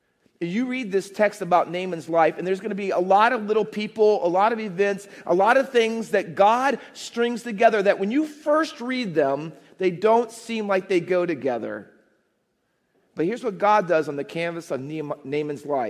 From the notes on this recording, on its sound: Faith Baptist Church in Hamilton, NJ.